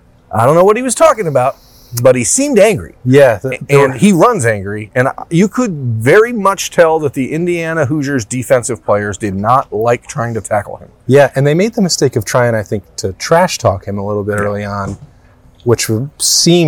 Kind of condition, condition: setting, busy venue